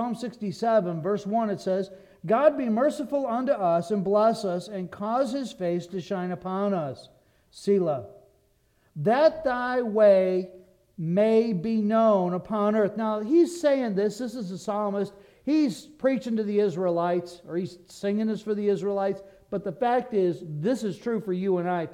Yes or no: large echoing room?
yes